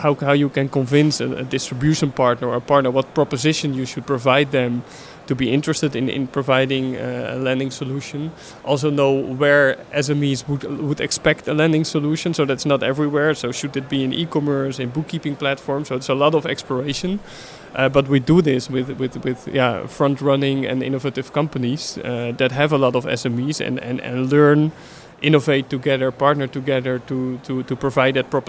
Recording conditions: busy venue